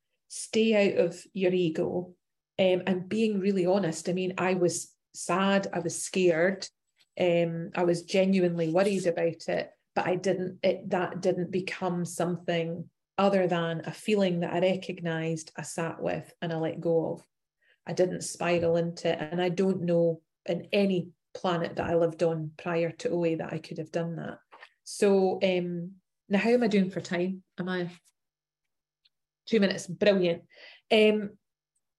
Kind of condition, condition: link, video call